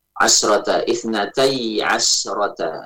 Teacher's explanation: Sinnya pada عَشْرَةَ itu disukun, tidak di fathah ya, tidak di fathah, namun disukun.